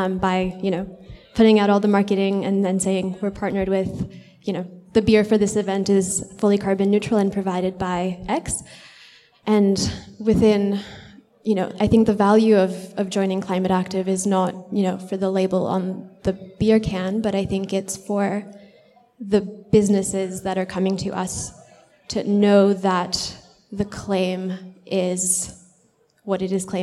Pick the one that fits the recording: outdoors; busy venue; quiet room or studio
busy venue